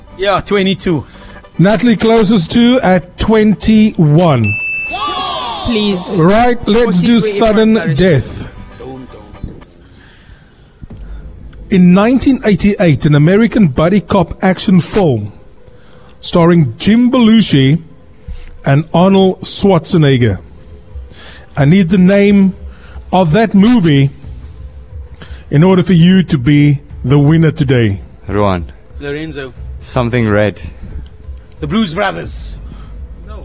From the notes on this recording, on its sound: on the road live from Curro DigiEd in Delft